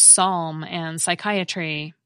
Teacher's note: Greek borrowings that begin with these clusters get simplified by losing that first consonant